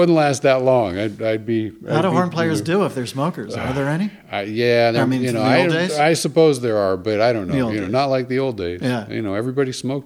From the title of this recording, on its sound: at Jazz Night at the Masonic Temple, Sag Harbor, NY